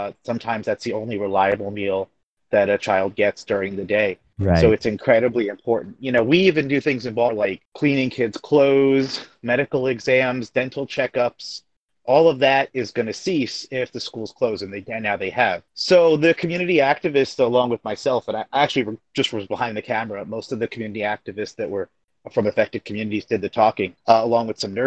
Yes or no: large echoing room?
no